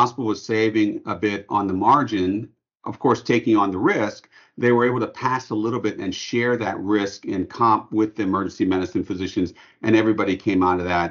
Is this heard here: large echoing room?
no